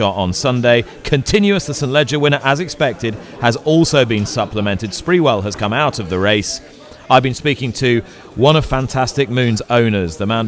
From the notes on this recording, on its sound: Recording today's show at GOFFS